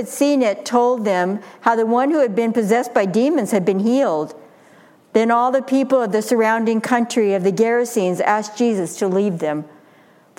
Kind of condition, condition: setting, live audience